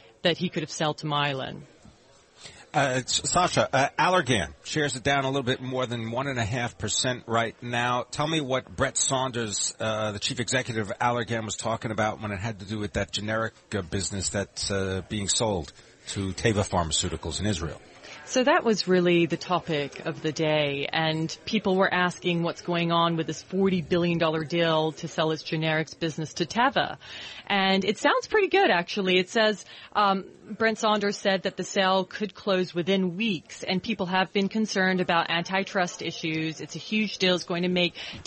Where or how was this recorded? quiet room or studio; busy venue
busy venue